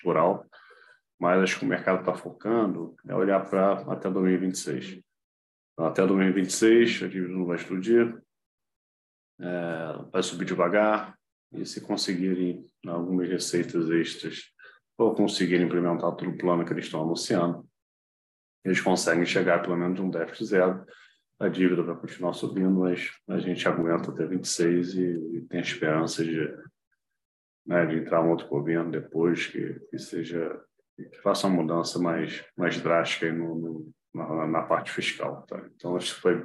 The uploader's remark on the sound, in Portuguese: realizamos a conferência pelo zoom com transmissão simultânea pelo YouTube